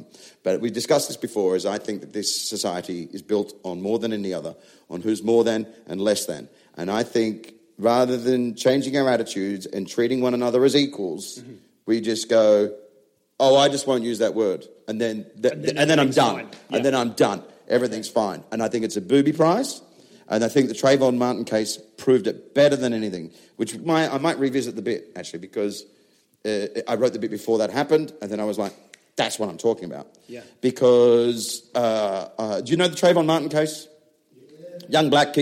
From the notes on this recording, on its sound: live at Dave's Leicester Comedy Festival